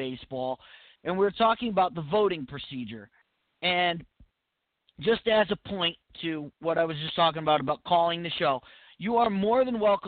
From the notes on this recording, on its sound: live phone calls